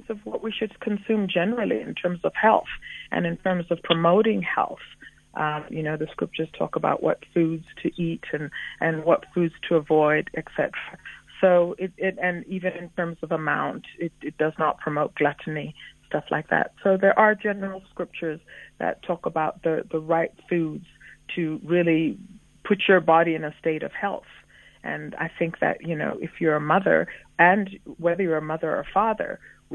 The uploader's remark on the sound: Guest on the phone